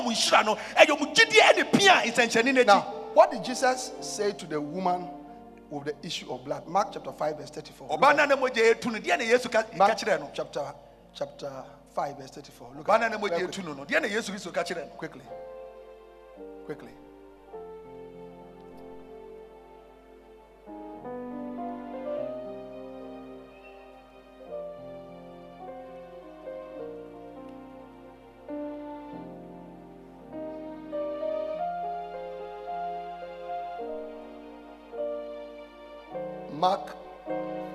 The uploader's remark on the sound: Preached during the The Jesus Encounter Healing and Miracle Service at The Life Catehdral, Ofaakor.